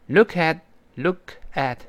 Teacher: 连读成 lookat，最后那个 t 失去爆破了啊